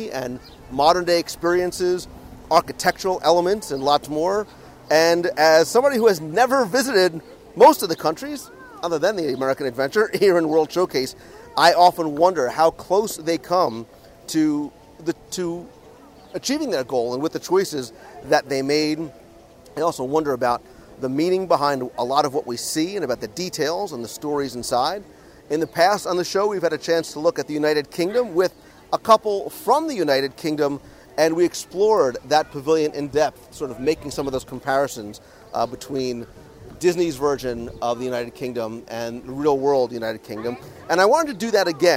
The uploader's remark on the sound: Recorded live from the pavilion itself